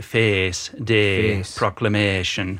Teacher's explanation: we blend those two vowels together today, but back then it was more of the pure monophthong